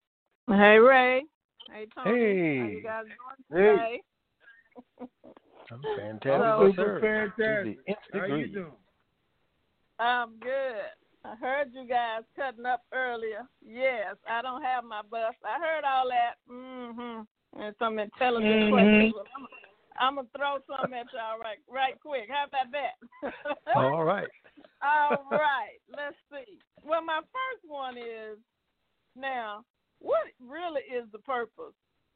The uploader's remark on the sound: TNTSuperfantastic Conference Call